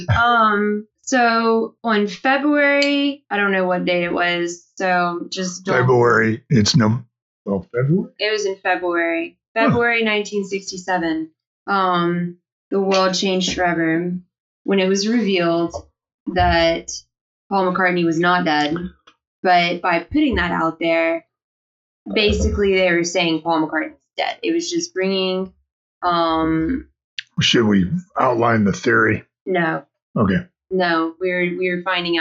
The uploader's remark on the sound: This one had some problems with audio and we re-recorded it later.